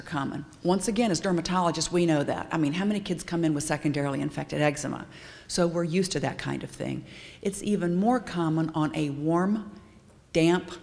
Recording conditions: busy venue